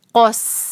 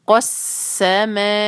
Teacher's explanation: اس میں جو ہے سین کی آواز کو وسل کے ساتھ، سیٹی کی آواز کے ساتھ